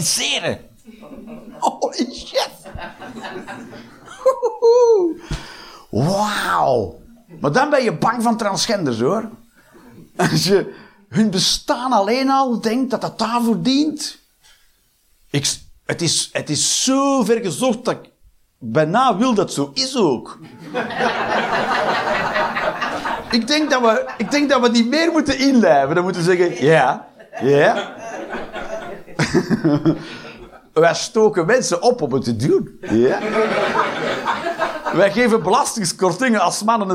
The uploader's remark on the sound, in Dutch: Live 22 Maart 2023, bij ComedyhuisClub, Utrecht